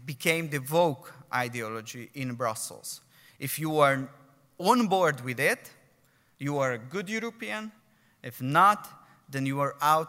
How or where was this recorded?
live audience